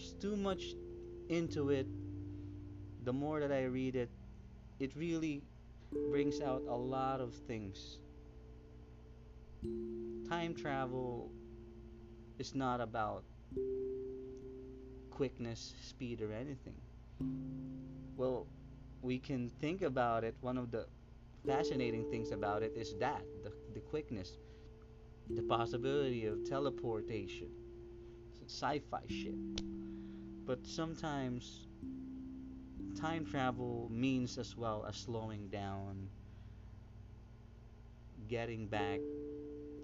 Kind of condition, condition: fault, uneven or low level